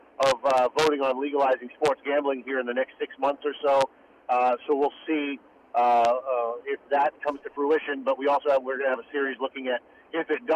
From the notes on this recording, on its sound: calls